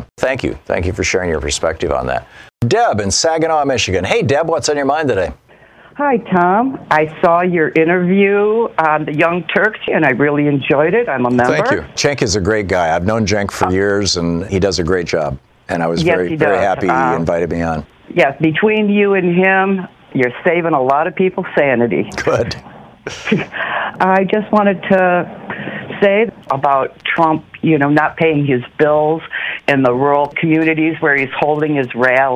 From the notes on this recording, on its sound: Listeners call.